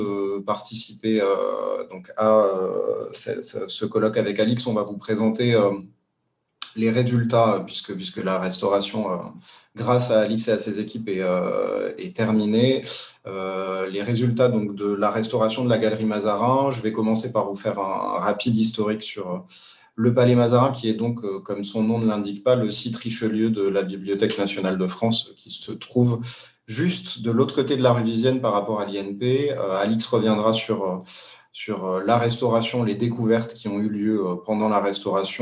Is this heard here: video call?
yes